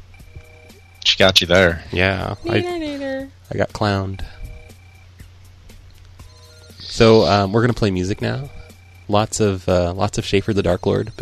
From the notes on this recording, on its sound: Prank Phone Calls